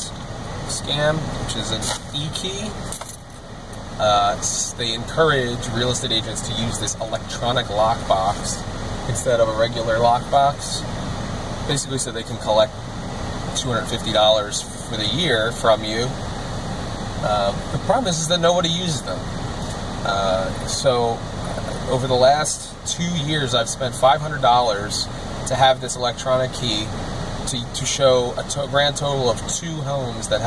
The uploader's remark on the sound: I spend a lot of time in the car (as usual) driving to my various income-generating endeavors.